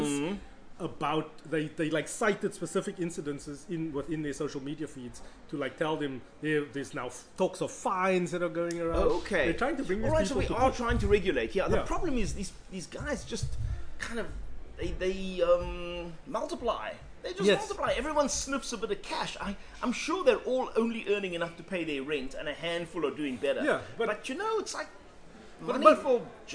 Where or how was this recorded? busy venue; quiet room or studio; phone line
busy venue